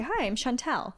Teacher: I guess the inflection is on the tell